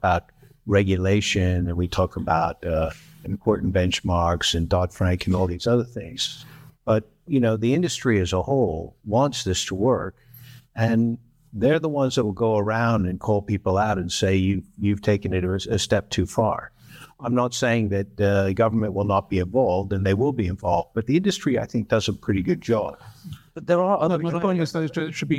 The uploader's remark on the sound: On June 1st, in front of a live audience in London, we recorded a special live podcast.